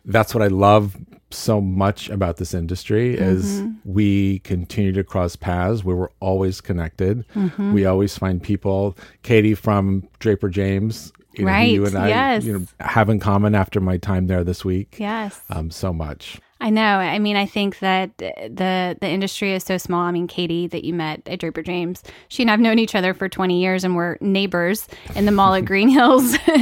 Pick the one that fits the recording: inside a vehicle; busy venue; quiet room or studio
quiet room or studio